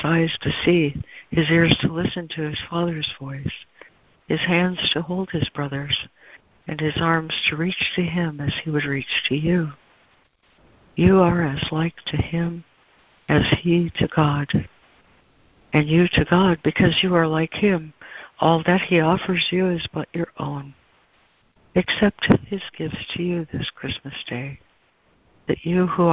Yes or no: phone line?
yes